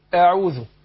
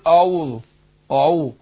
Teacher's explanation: عندنا الهمزة في الاستعاذة مرققة، حرف مستفل · Shown in: first take · فأقول أعوذ.